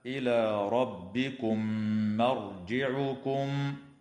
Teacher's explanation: وتدغم الميم الساكنة في الميم مع الغنة في قوله تعالى: إلى ربكم مرجعكم